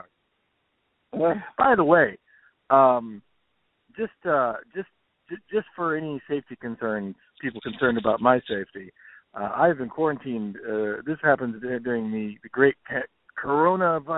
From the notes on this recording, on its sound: have a "quick" phone call